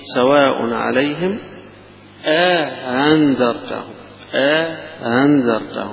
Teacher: همزة بعدها مدة بعدها همزة مسهلة